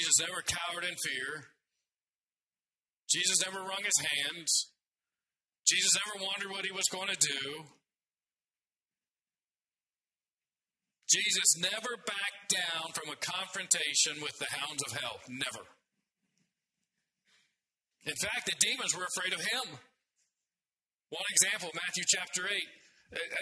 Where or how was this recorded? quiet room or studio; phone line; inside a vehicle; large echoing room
large echoing room